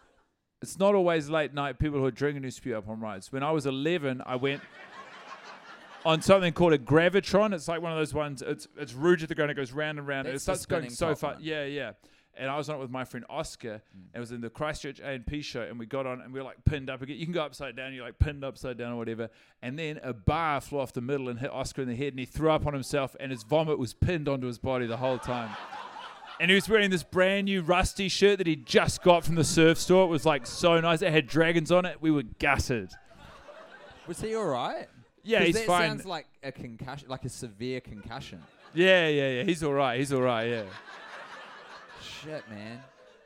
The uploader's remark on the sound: The Melbourne Live Episode. This Melbourne live show, originally taped while deep in the trenches of Fast 8.